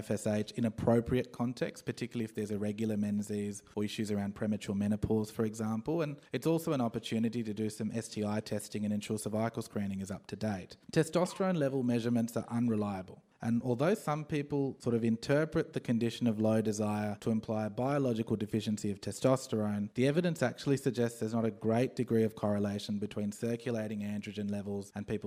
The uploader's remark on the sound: live from GP19 the RACGP National Conference